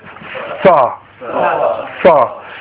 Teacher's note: The tip of the tongue touching the roots of the front two teeth.